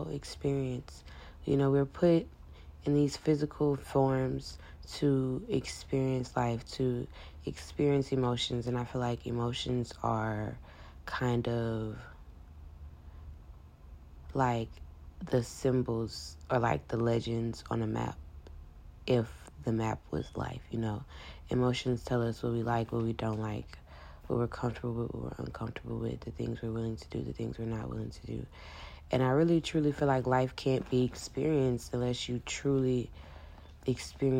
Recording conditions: phone or laptop microphone